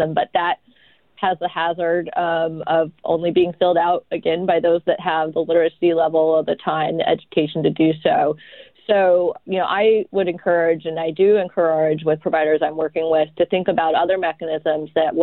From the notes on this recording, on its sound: THIS PODCAST WAS RECORDED THROUGH THE PHONE FOR THE HEALTH AND SAFETY OF ALL PARTICIPANTS AND TO FOLLOW CURRENT RECOMMENDED HEALTH GUIDELINES.